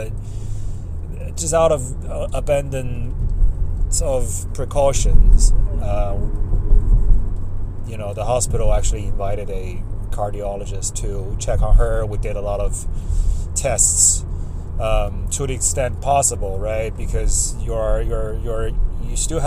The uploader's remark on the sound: This episode was recorded on my cellphone, in 5 separate sessions over a week and then stitched together. Uncut.